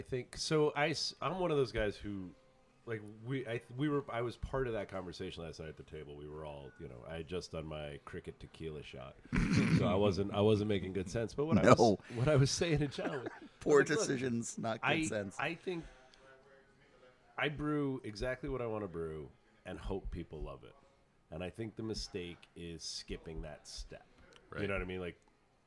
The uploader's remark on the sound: Recorded on location from the Little Beer festival in Duluth, Georgia